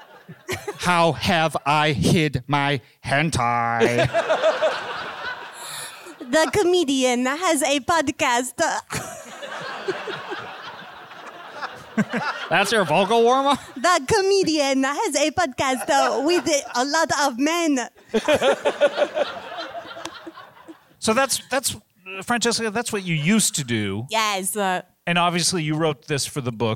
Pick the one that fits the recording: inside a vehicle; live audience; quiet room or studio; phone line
live audience